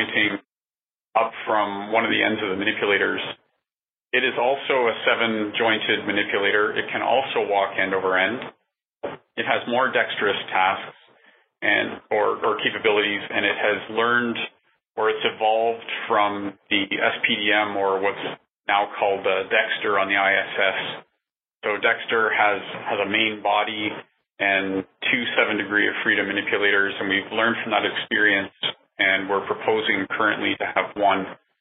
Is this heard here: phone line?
yes